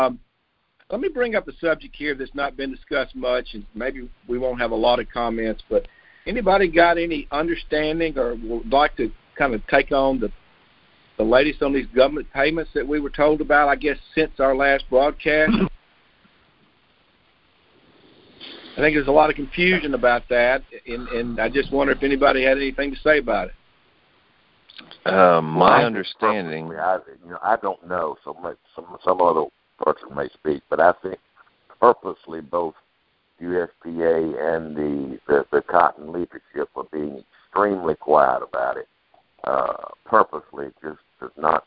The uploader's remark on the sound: Monthly Conference Call On Cotton.